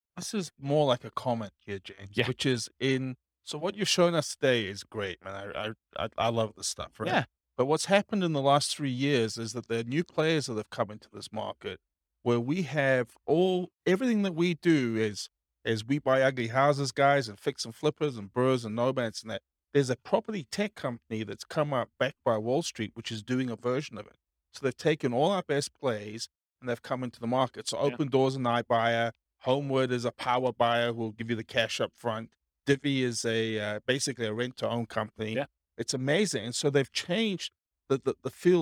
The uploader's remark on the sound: Highlands Ranch, Colorado. This was a live class recorded to give investors a solid qualitative overview of all the different real estate investing strategies.